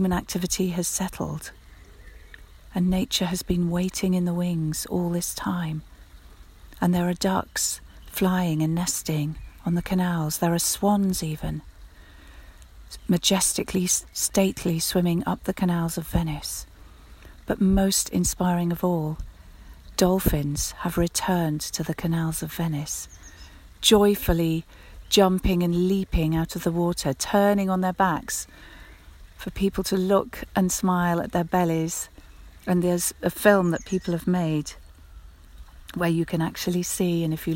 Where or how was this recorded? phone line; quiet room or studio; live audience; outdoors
outdoors